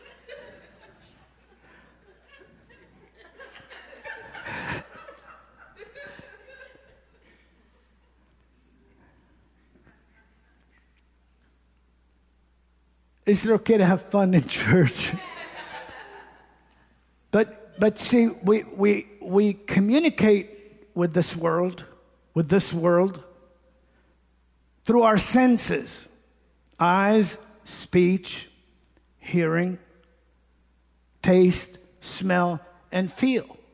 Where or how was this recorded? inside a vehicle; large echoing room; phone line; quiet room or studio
large echoing room